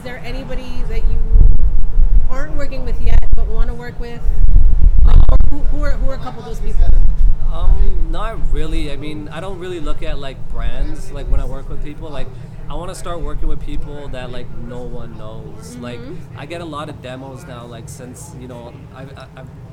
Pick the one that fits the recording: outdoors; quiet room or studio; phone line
outdoors